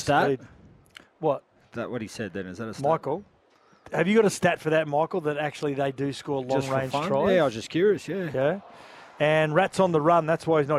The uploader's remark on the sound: live from the Oval ahead of the fifth Ashes Test